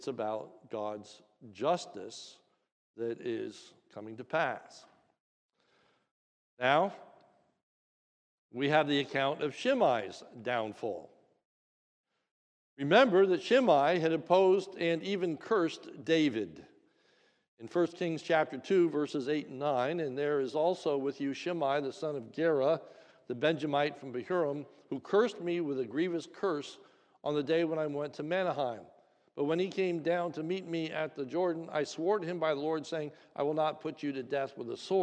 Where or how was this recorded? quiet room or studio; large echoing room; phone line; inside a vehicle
large echoing room